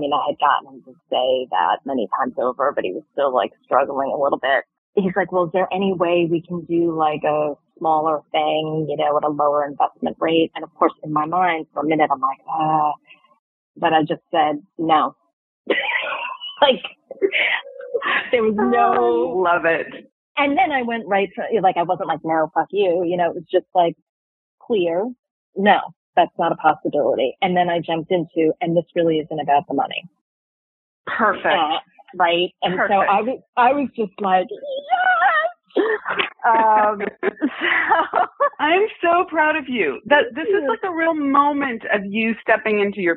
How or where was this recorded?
phone line